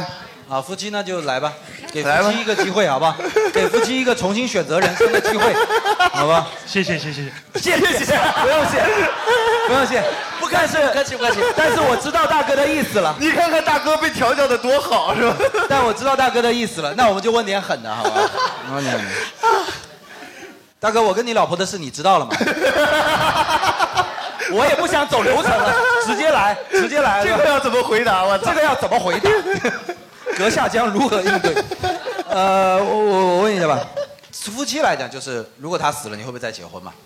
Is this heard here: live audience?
yes